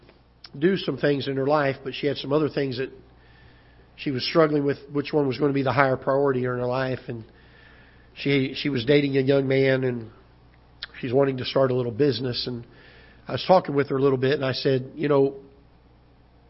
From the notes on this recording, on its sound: Ketha Heights Baptist Church ~ Live Broadcast.